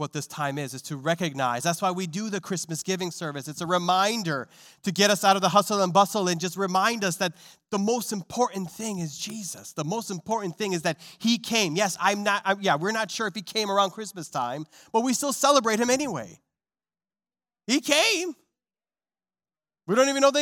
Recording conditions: large echoing room